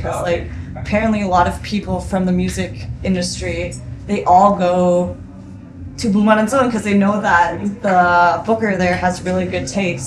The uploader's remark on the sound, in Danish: Lørdag aften på Reeperbahn Festival